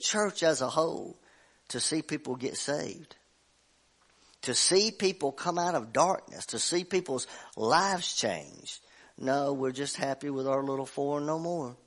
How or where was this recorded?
large echoing room